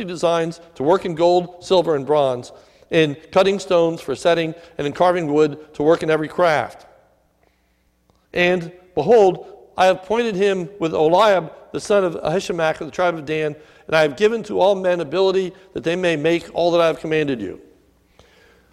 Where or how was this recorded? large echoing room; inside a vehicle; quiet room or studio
large echoing room